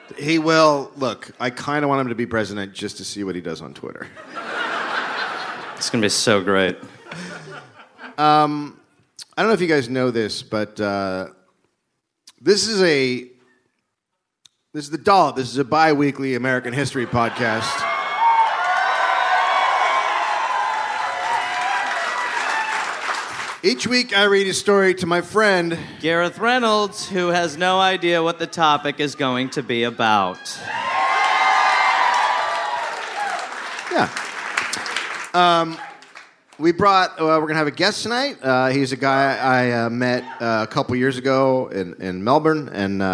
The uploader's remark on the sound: Record a live podcast in Brooklyn.